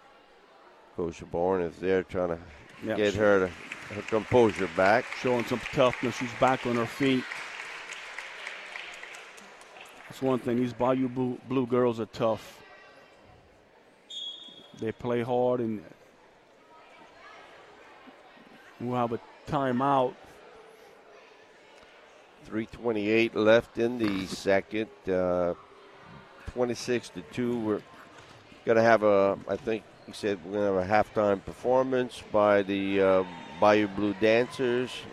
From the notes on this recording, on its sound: Audio from Coastal Broadcasting's live coverage of the LCO vs Bayou Blue girls and boys basketball games. Game was broadcasted live on KLEB 102.7FM and 1600AM.